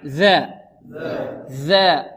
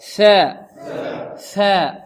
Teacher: لا فرق بين الذال والثاء إلا الجهر